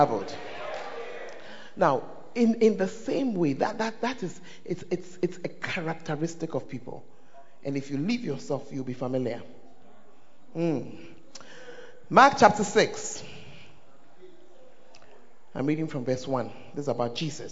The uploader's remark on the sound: Preached At First Love Church Ayeduase; Charisma Service